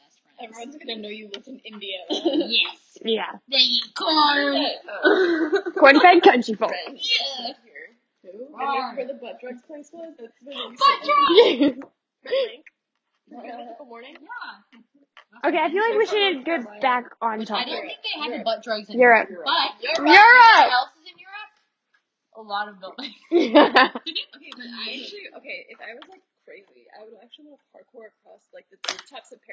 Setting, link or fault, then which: fault, poor sound quality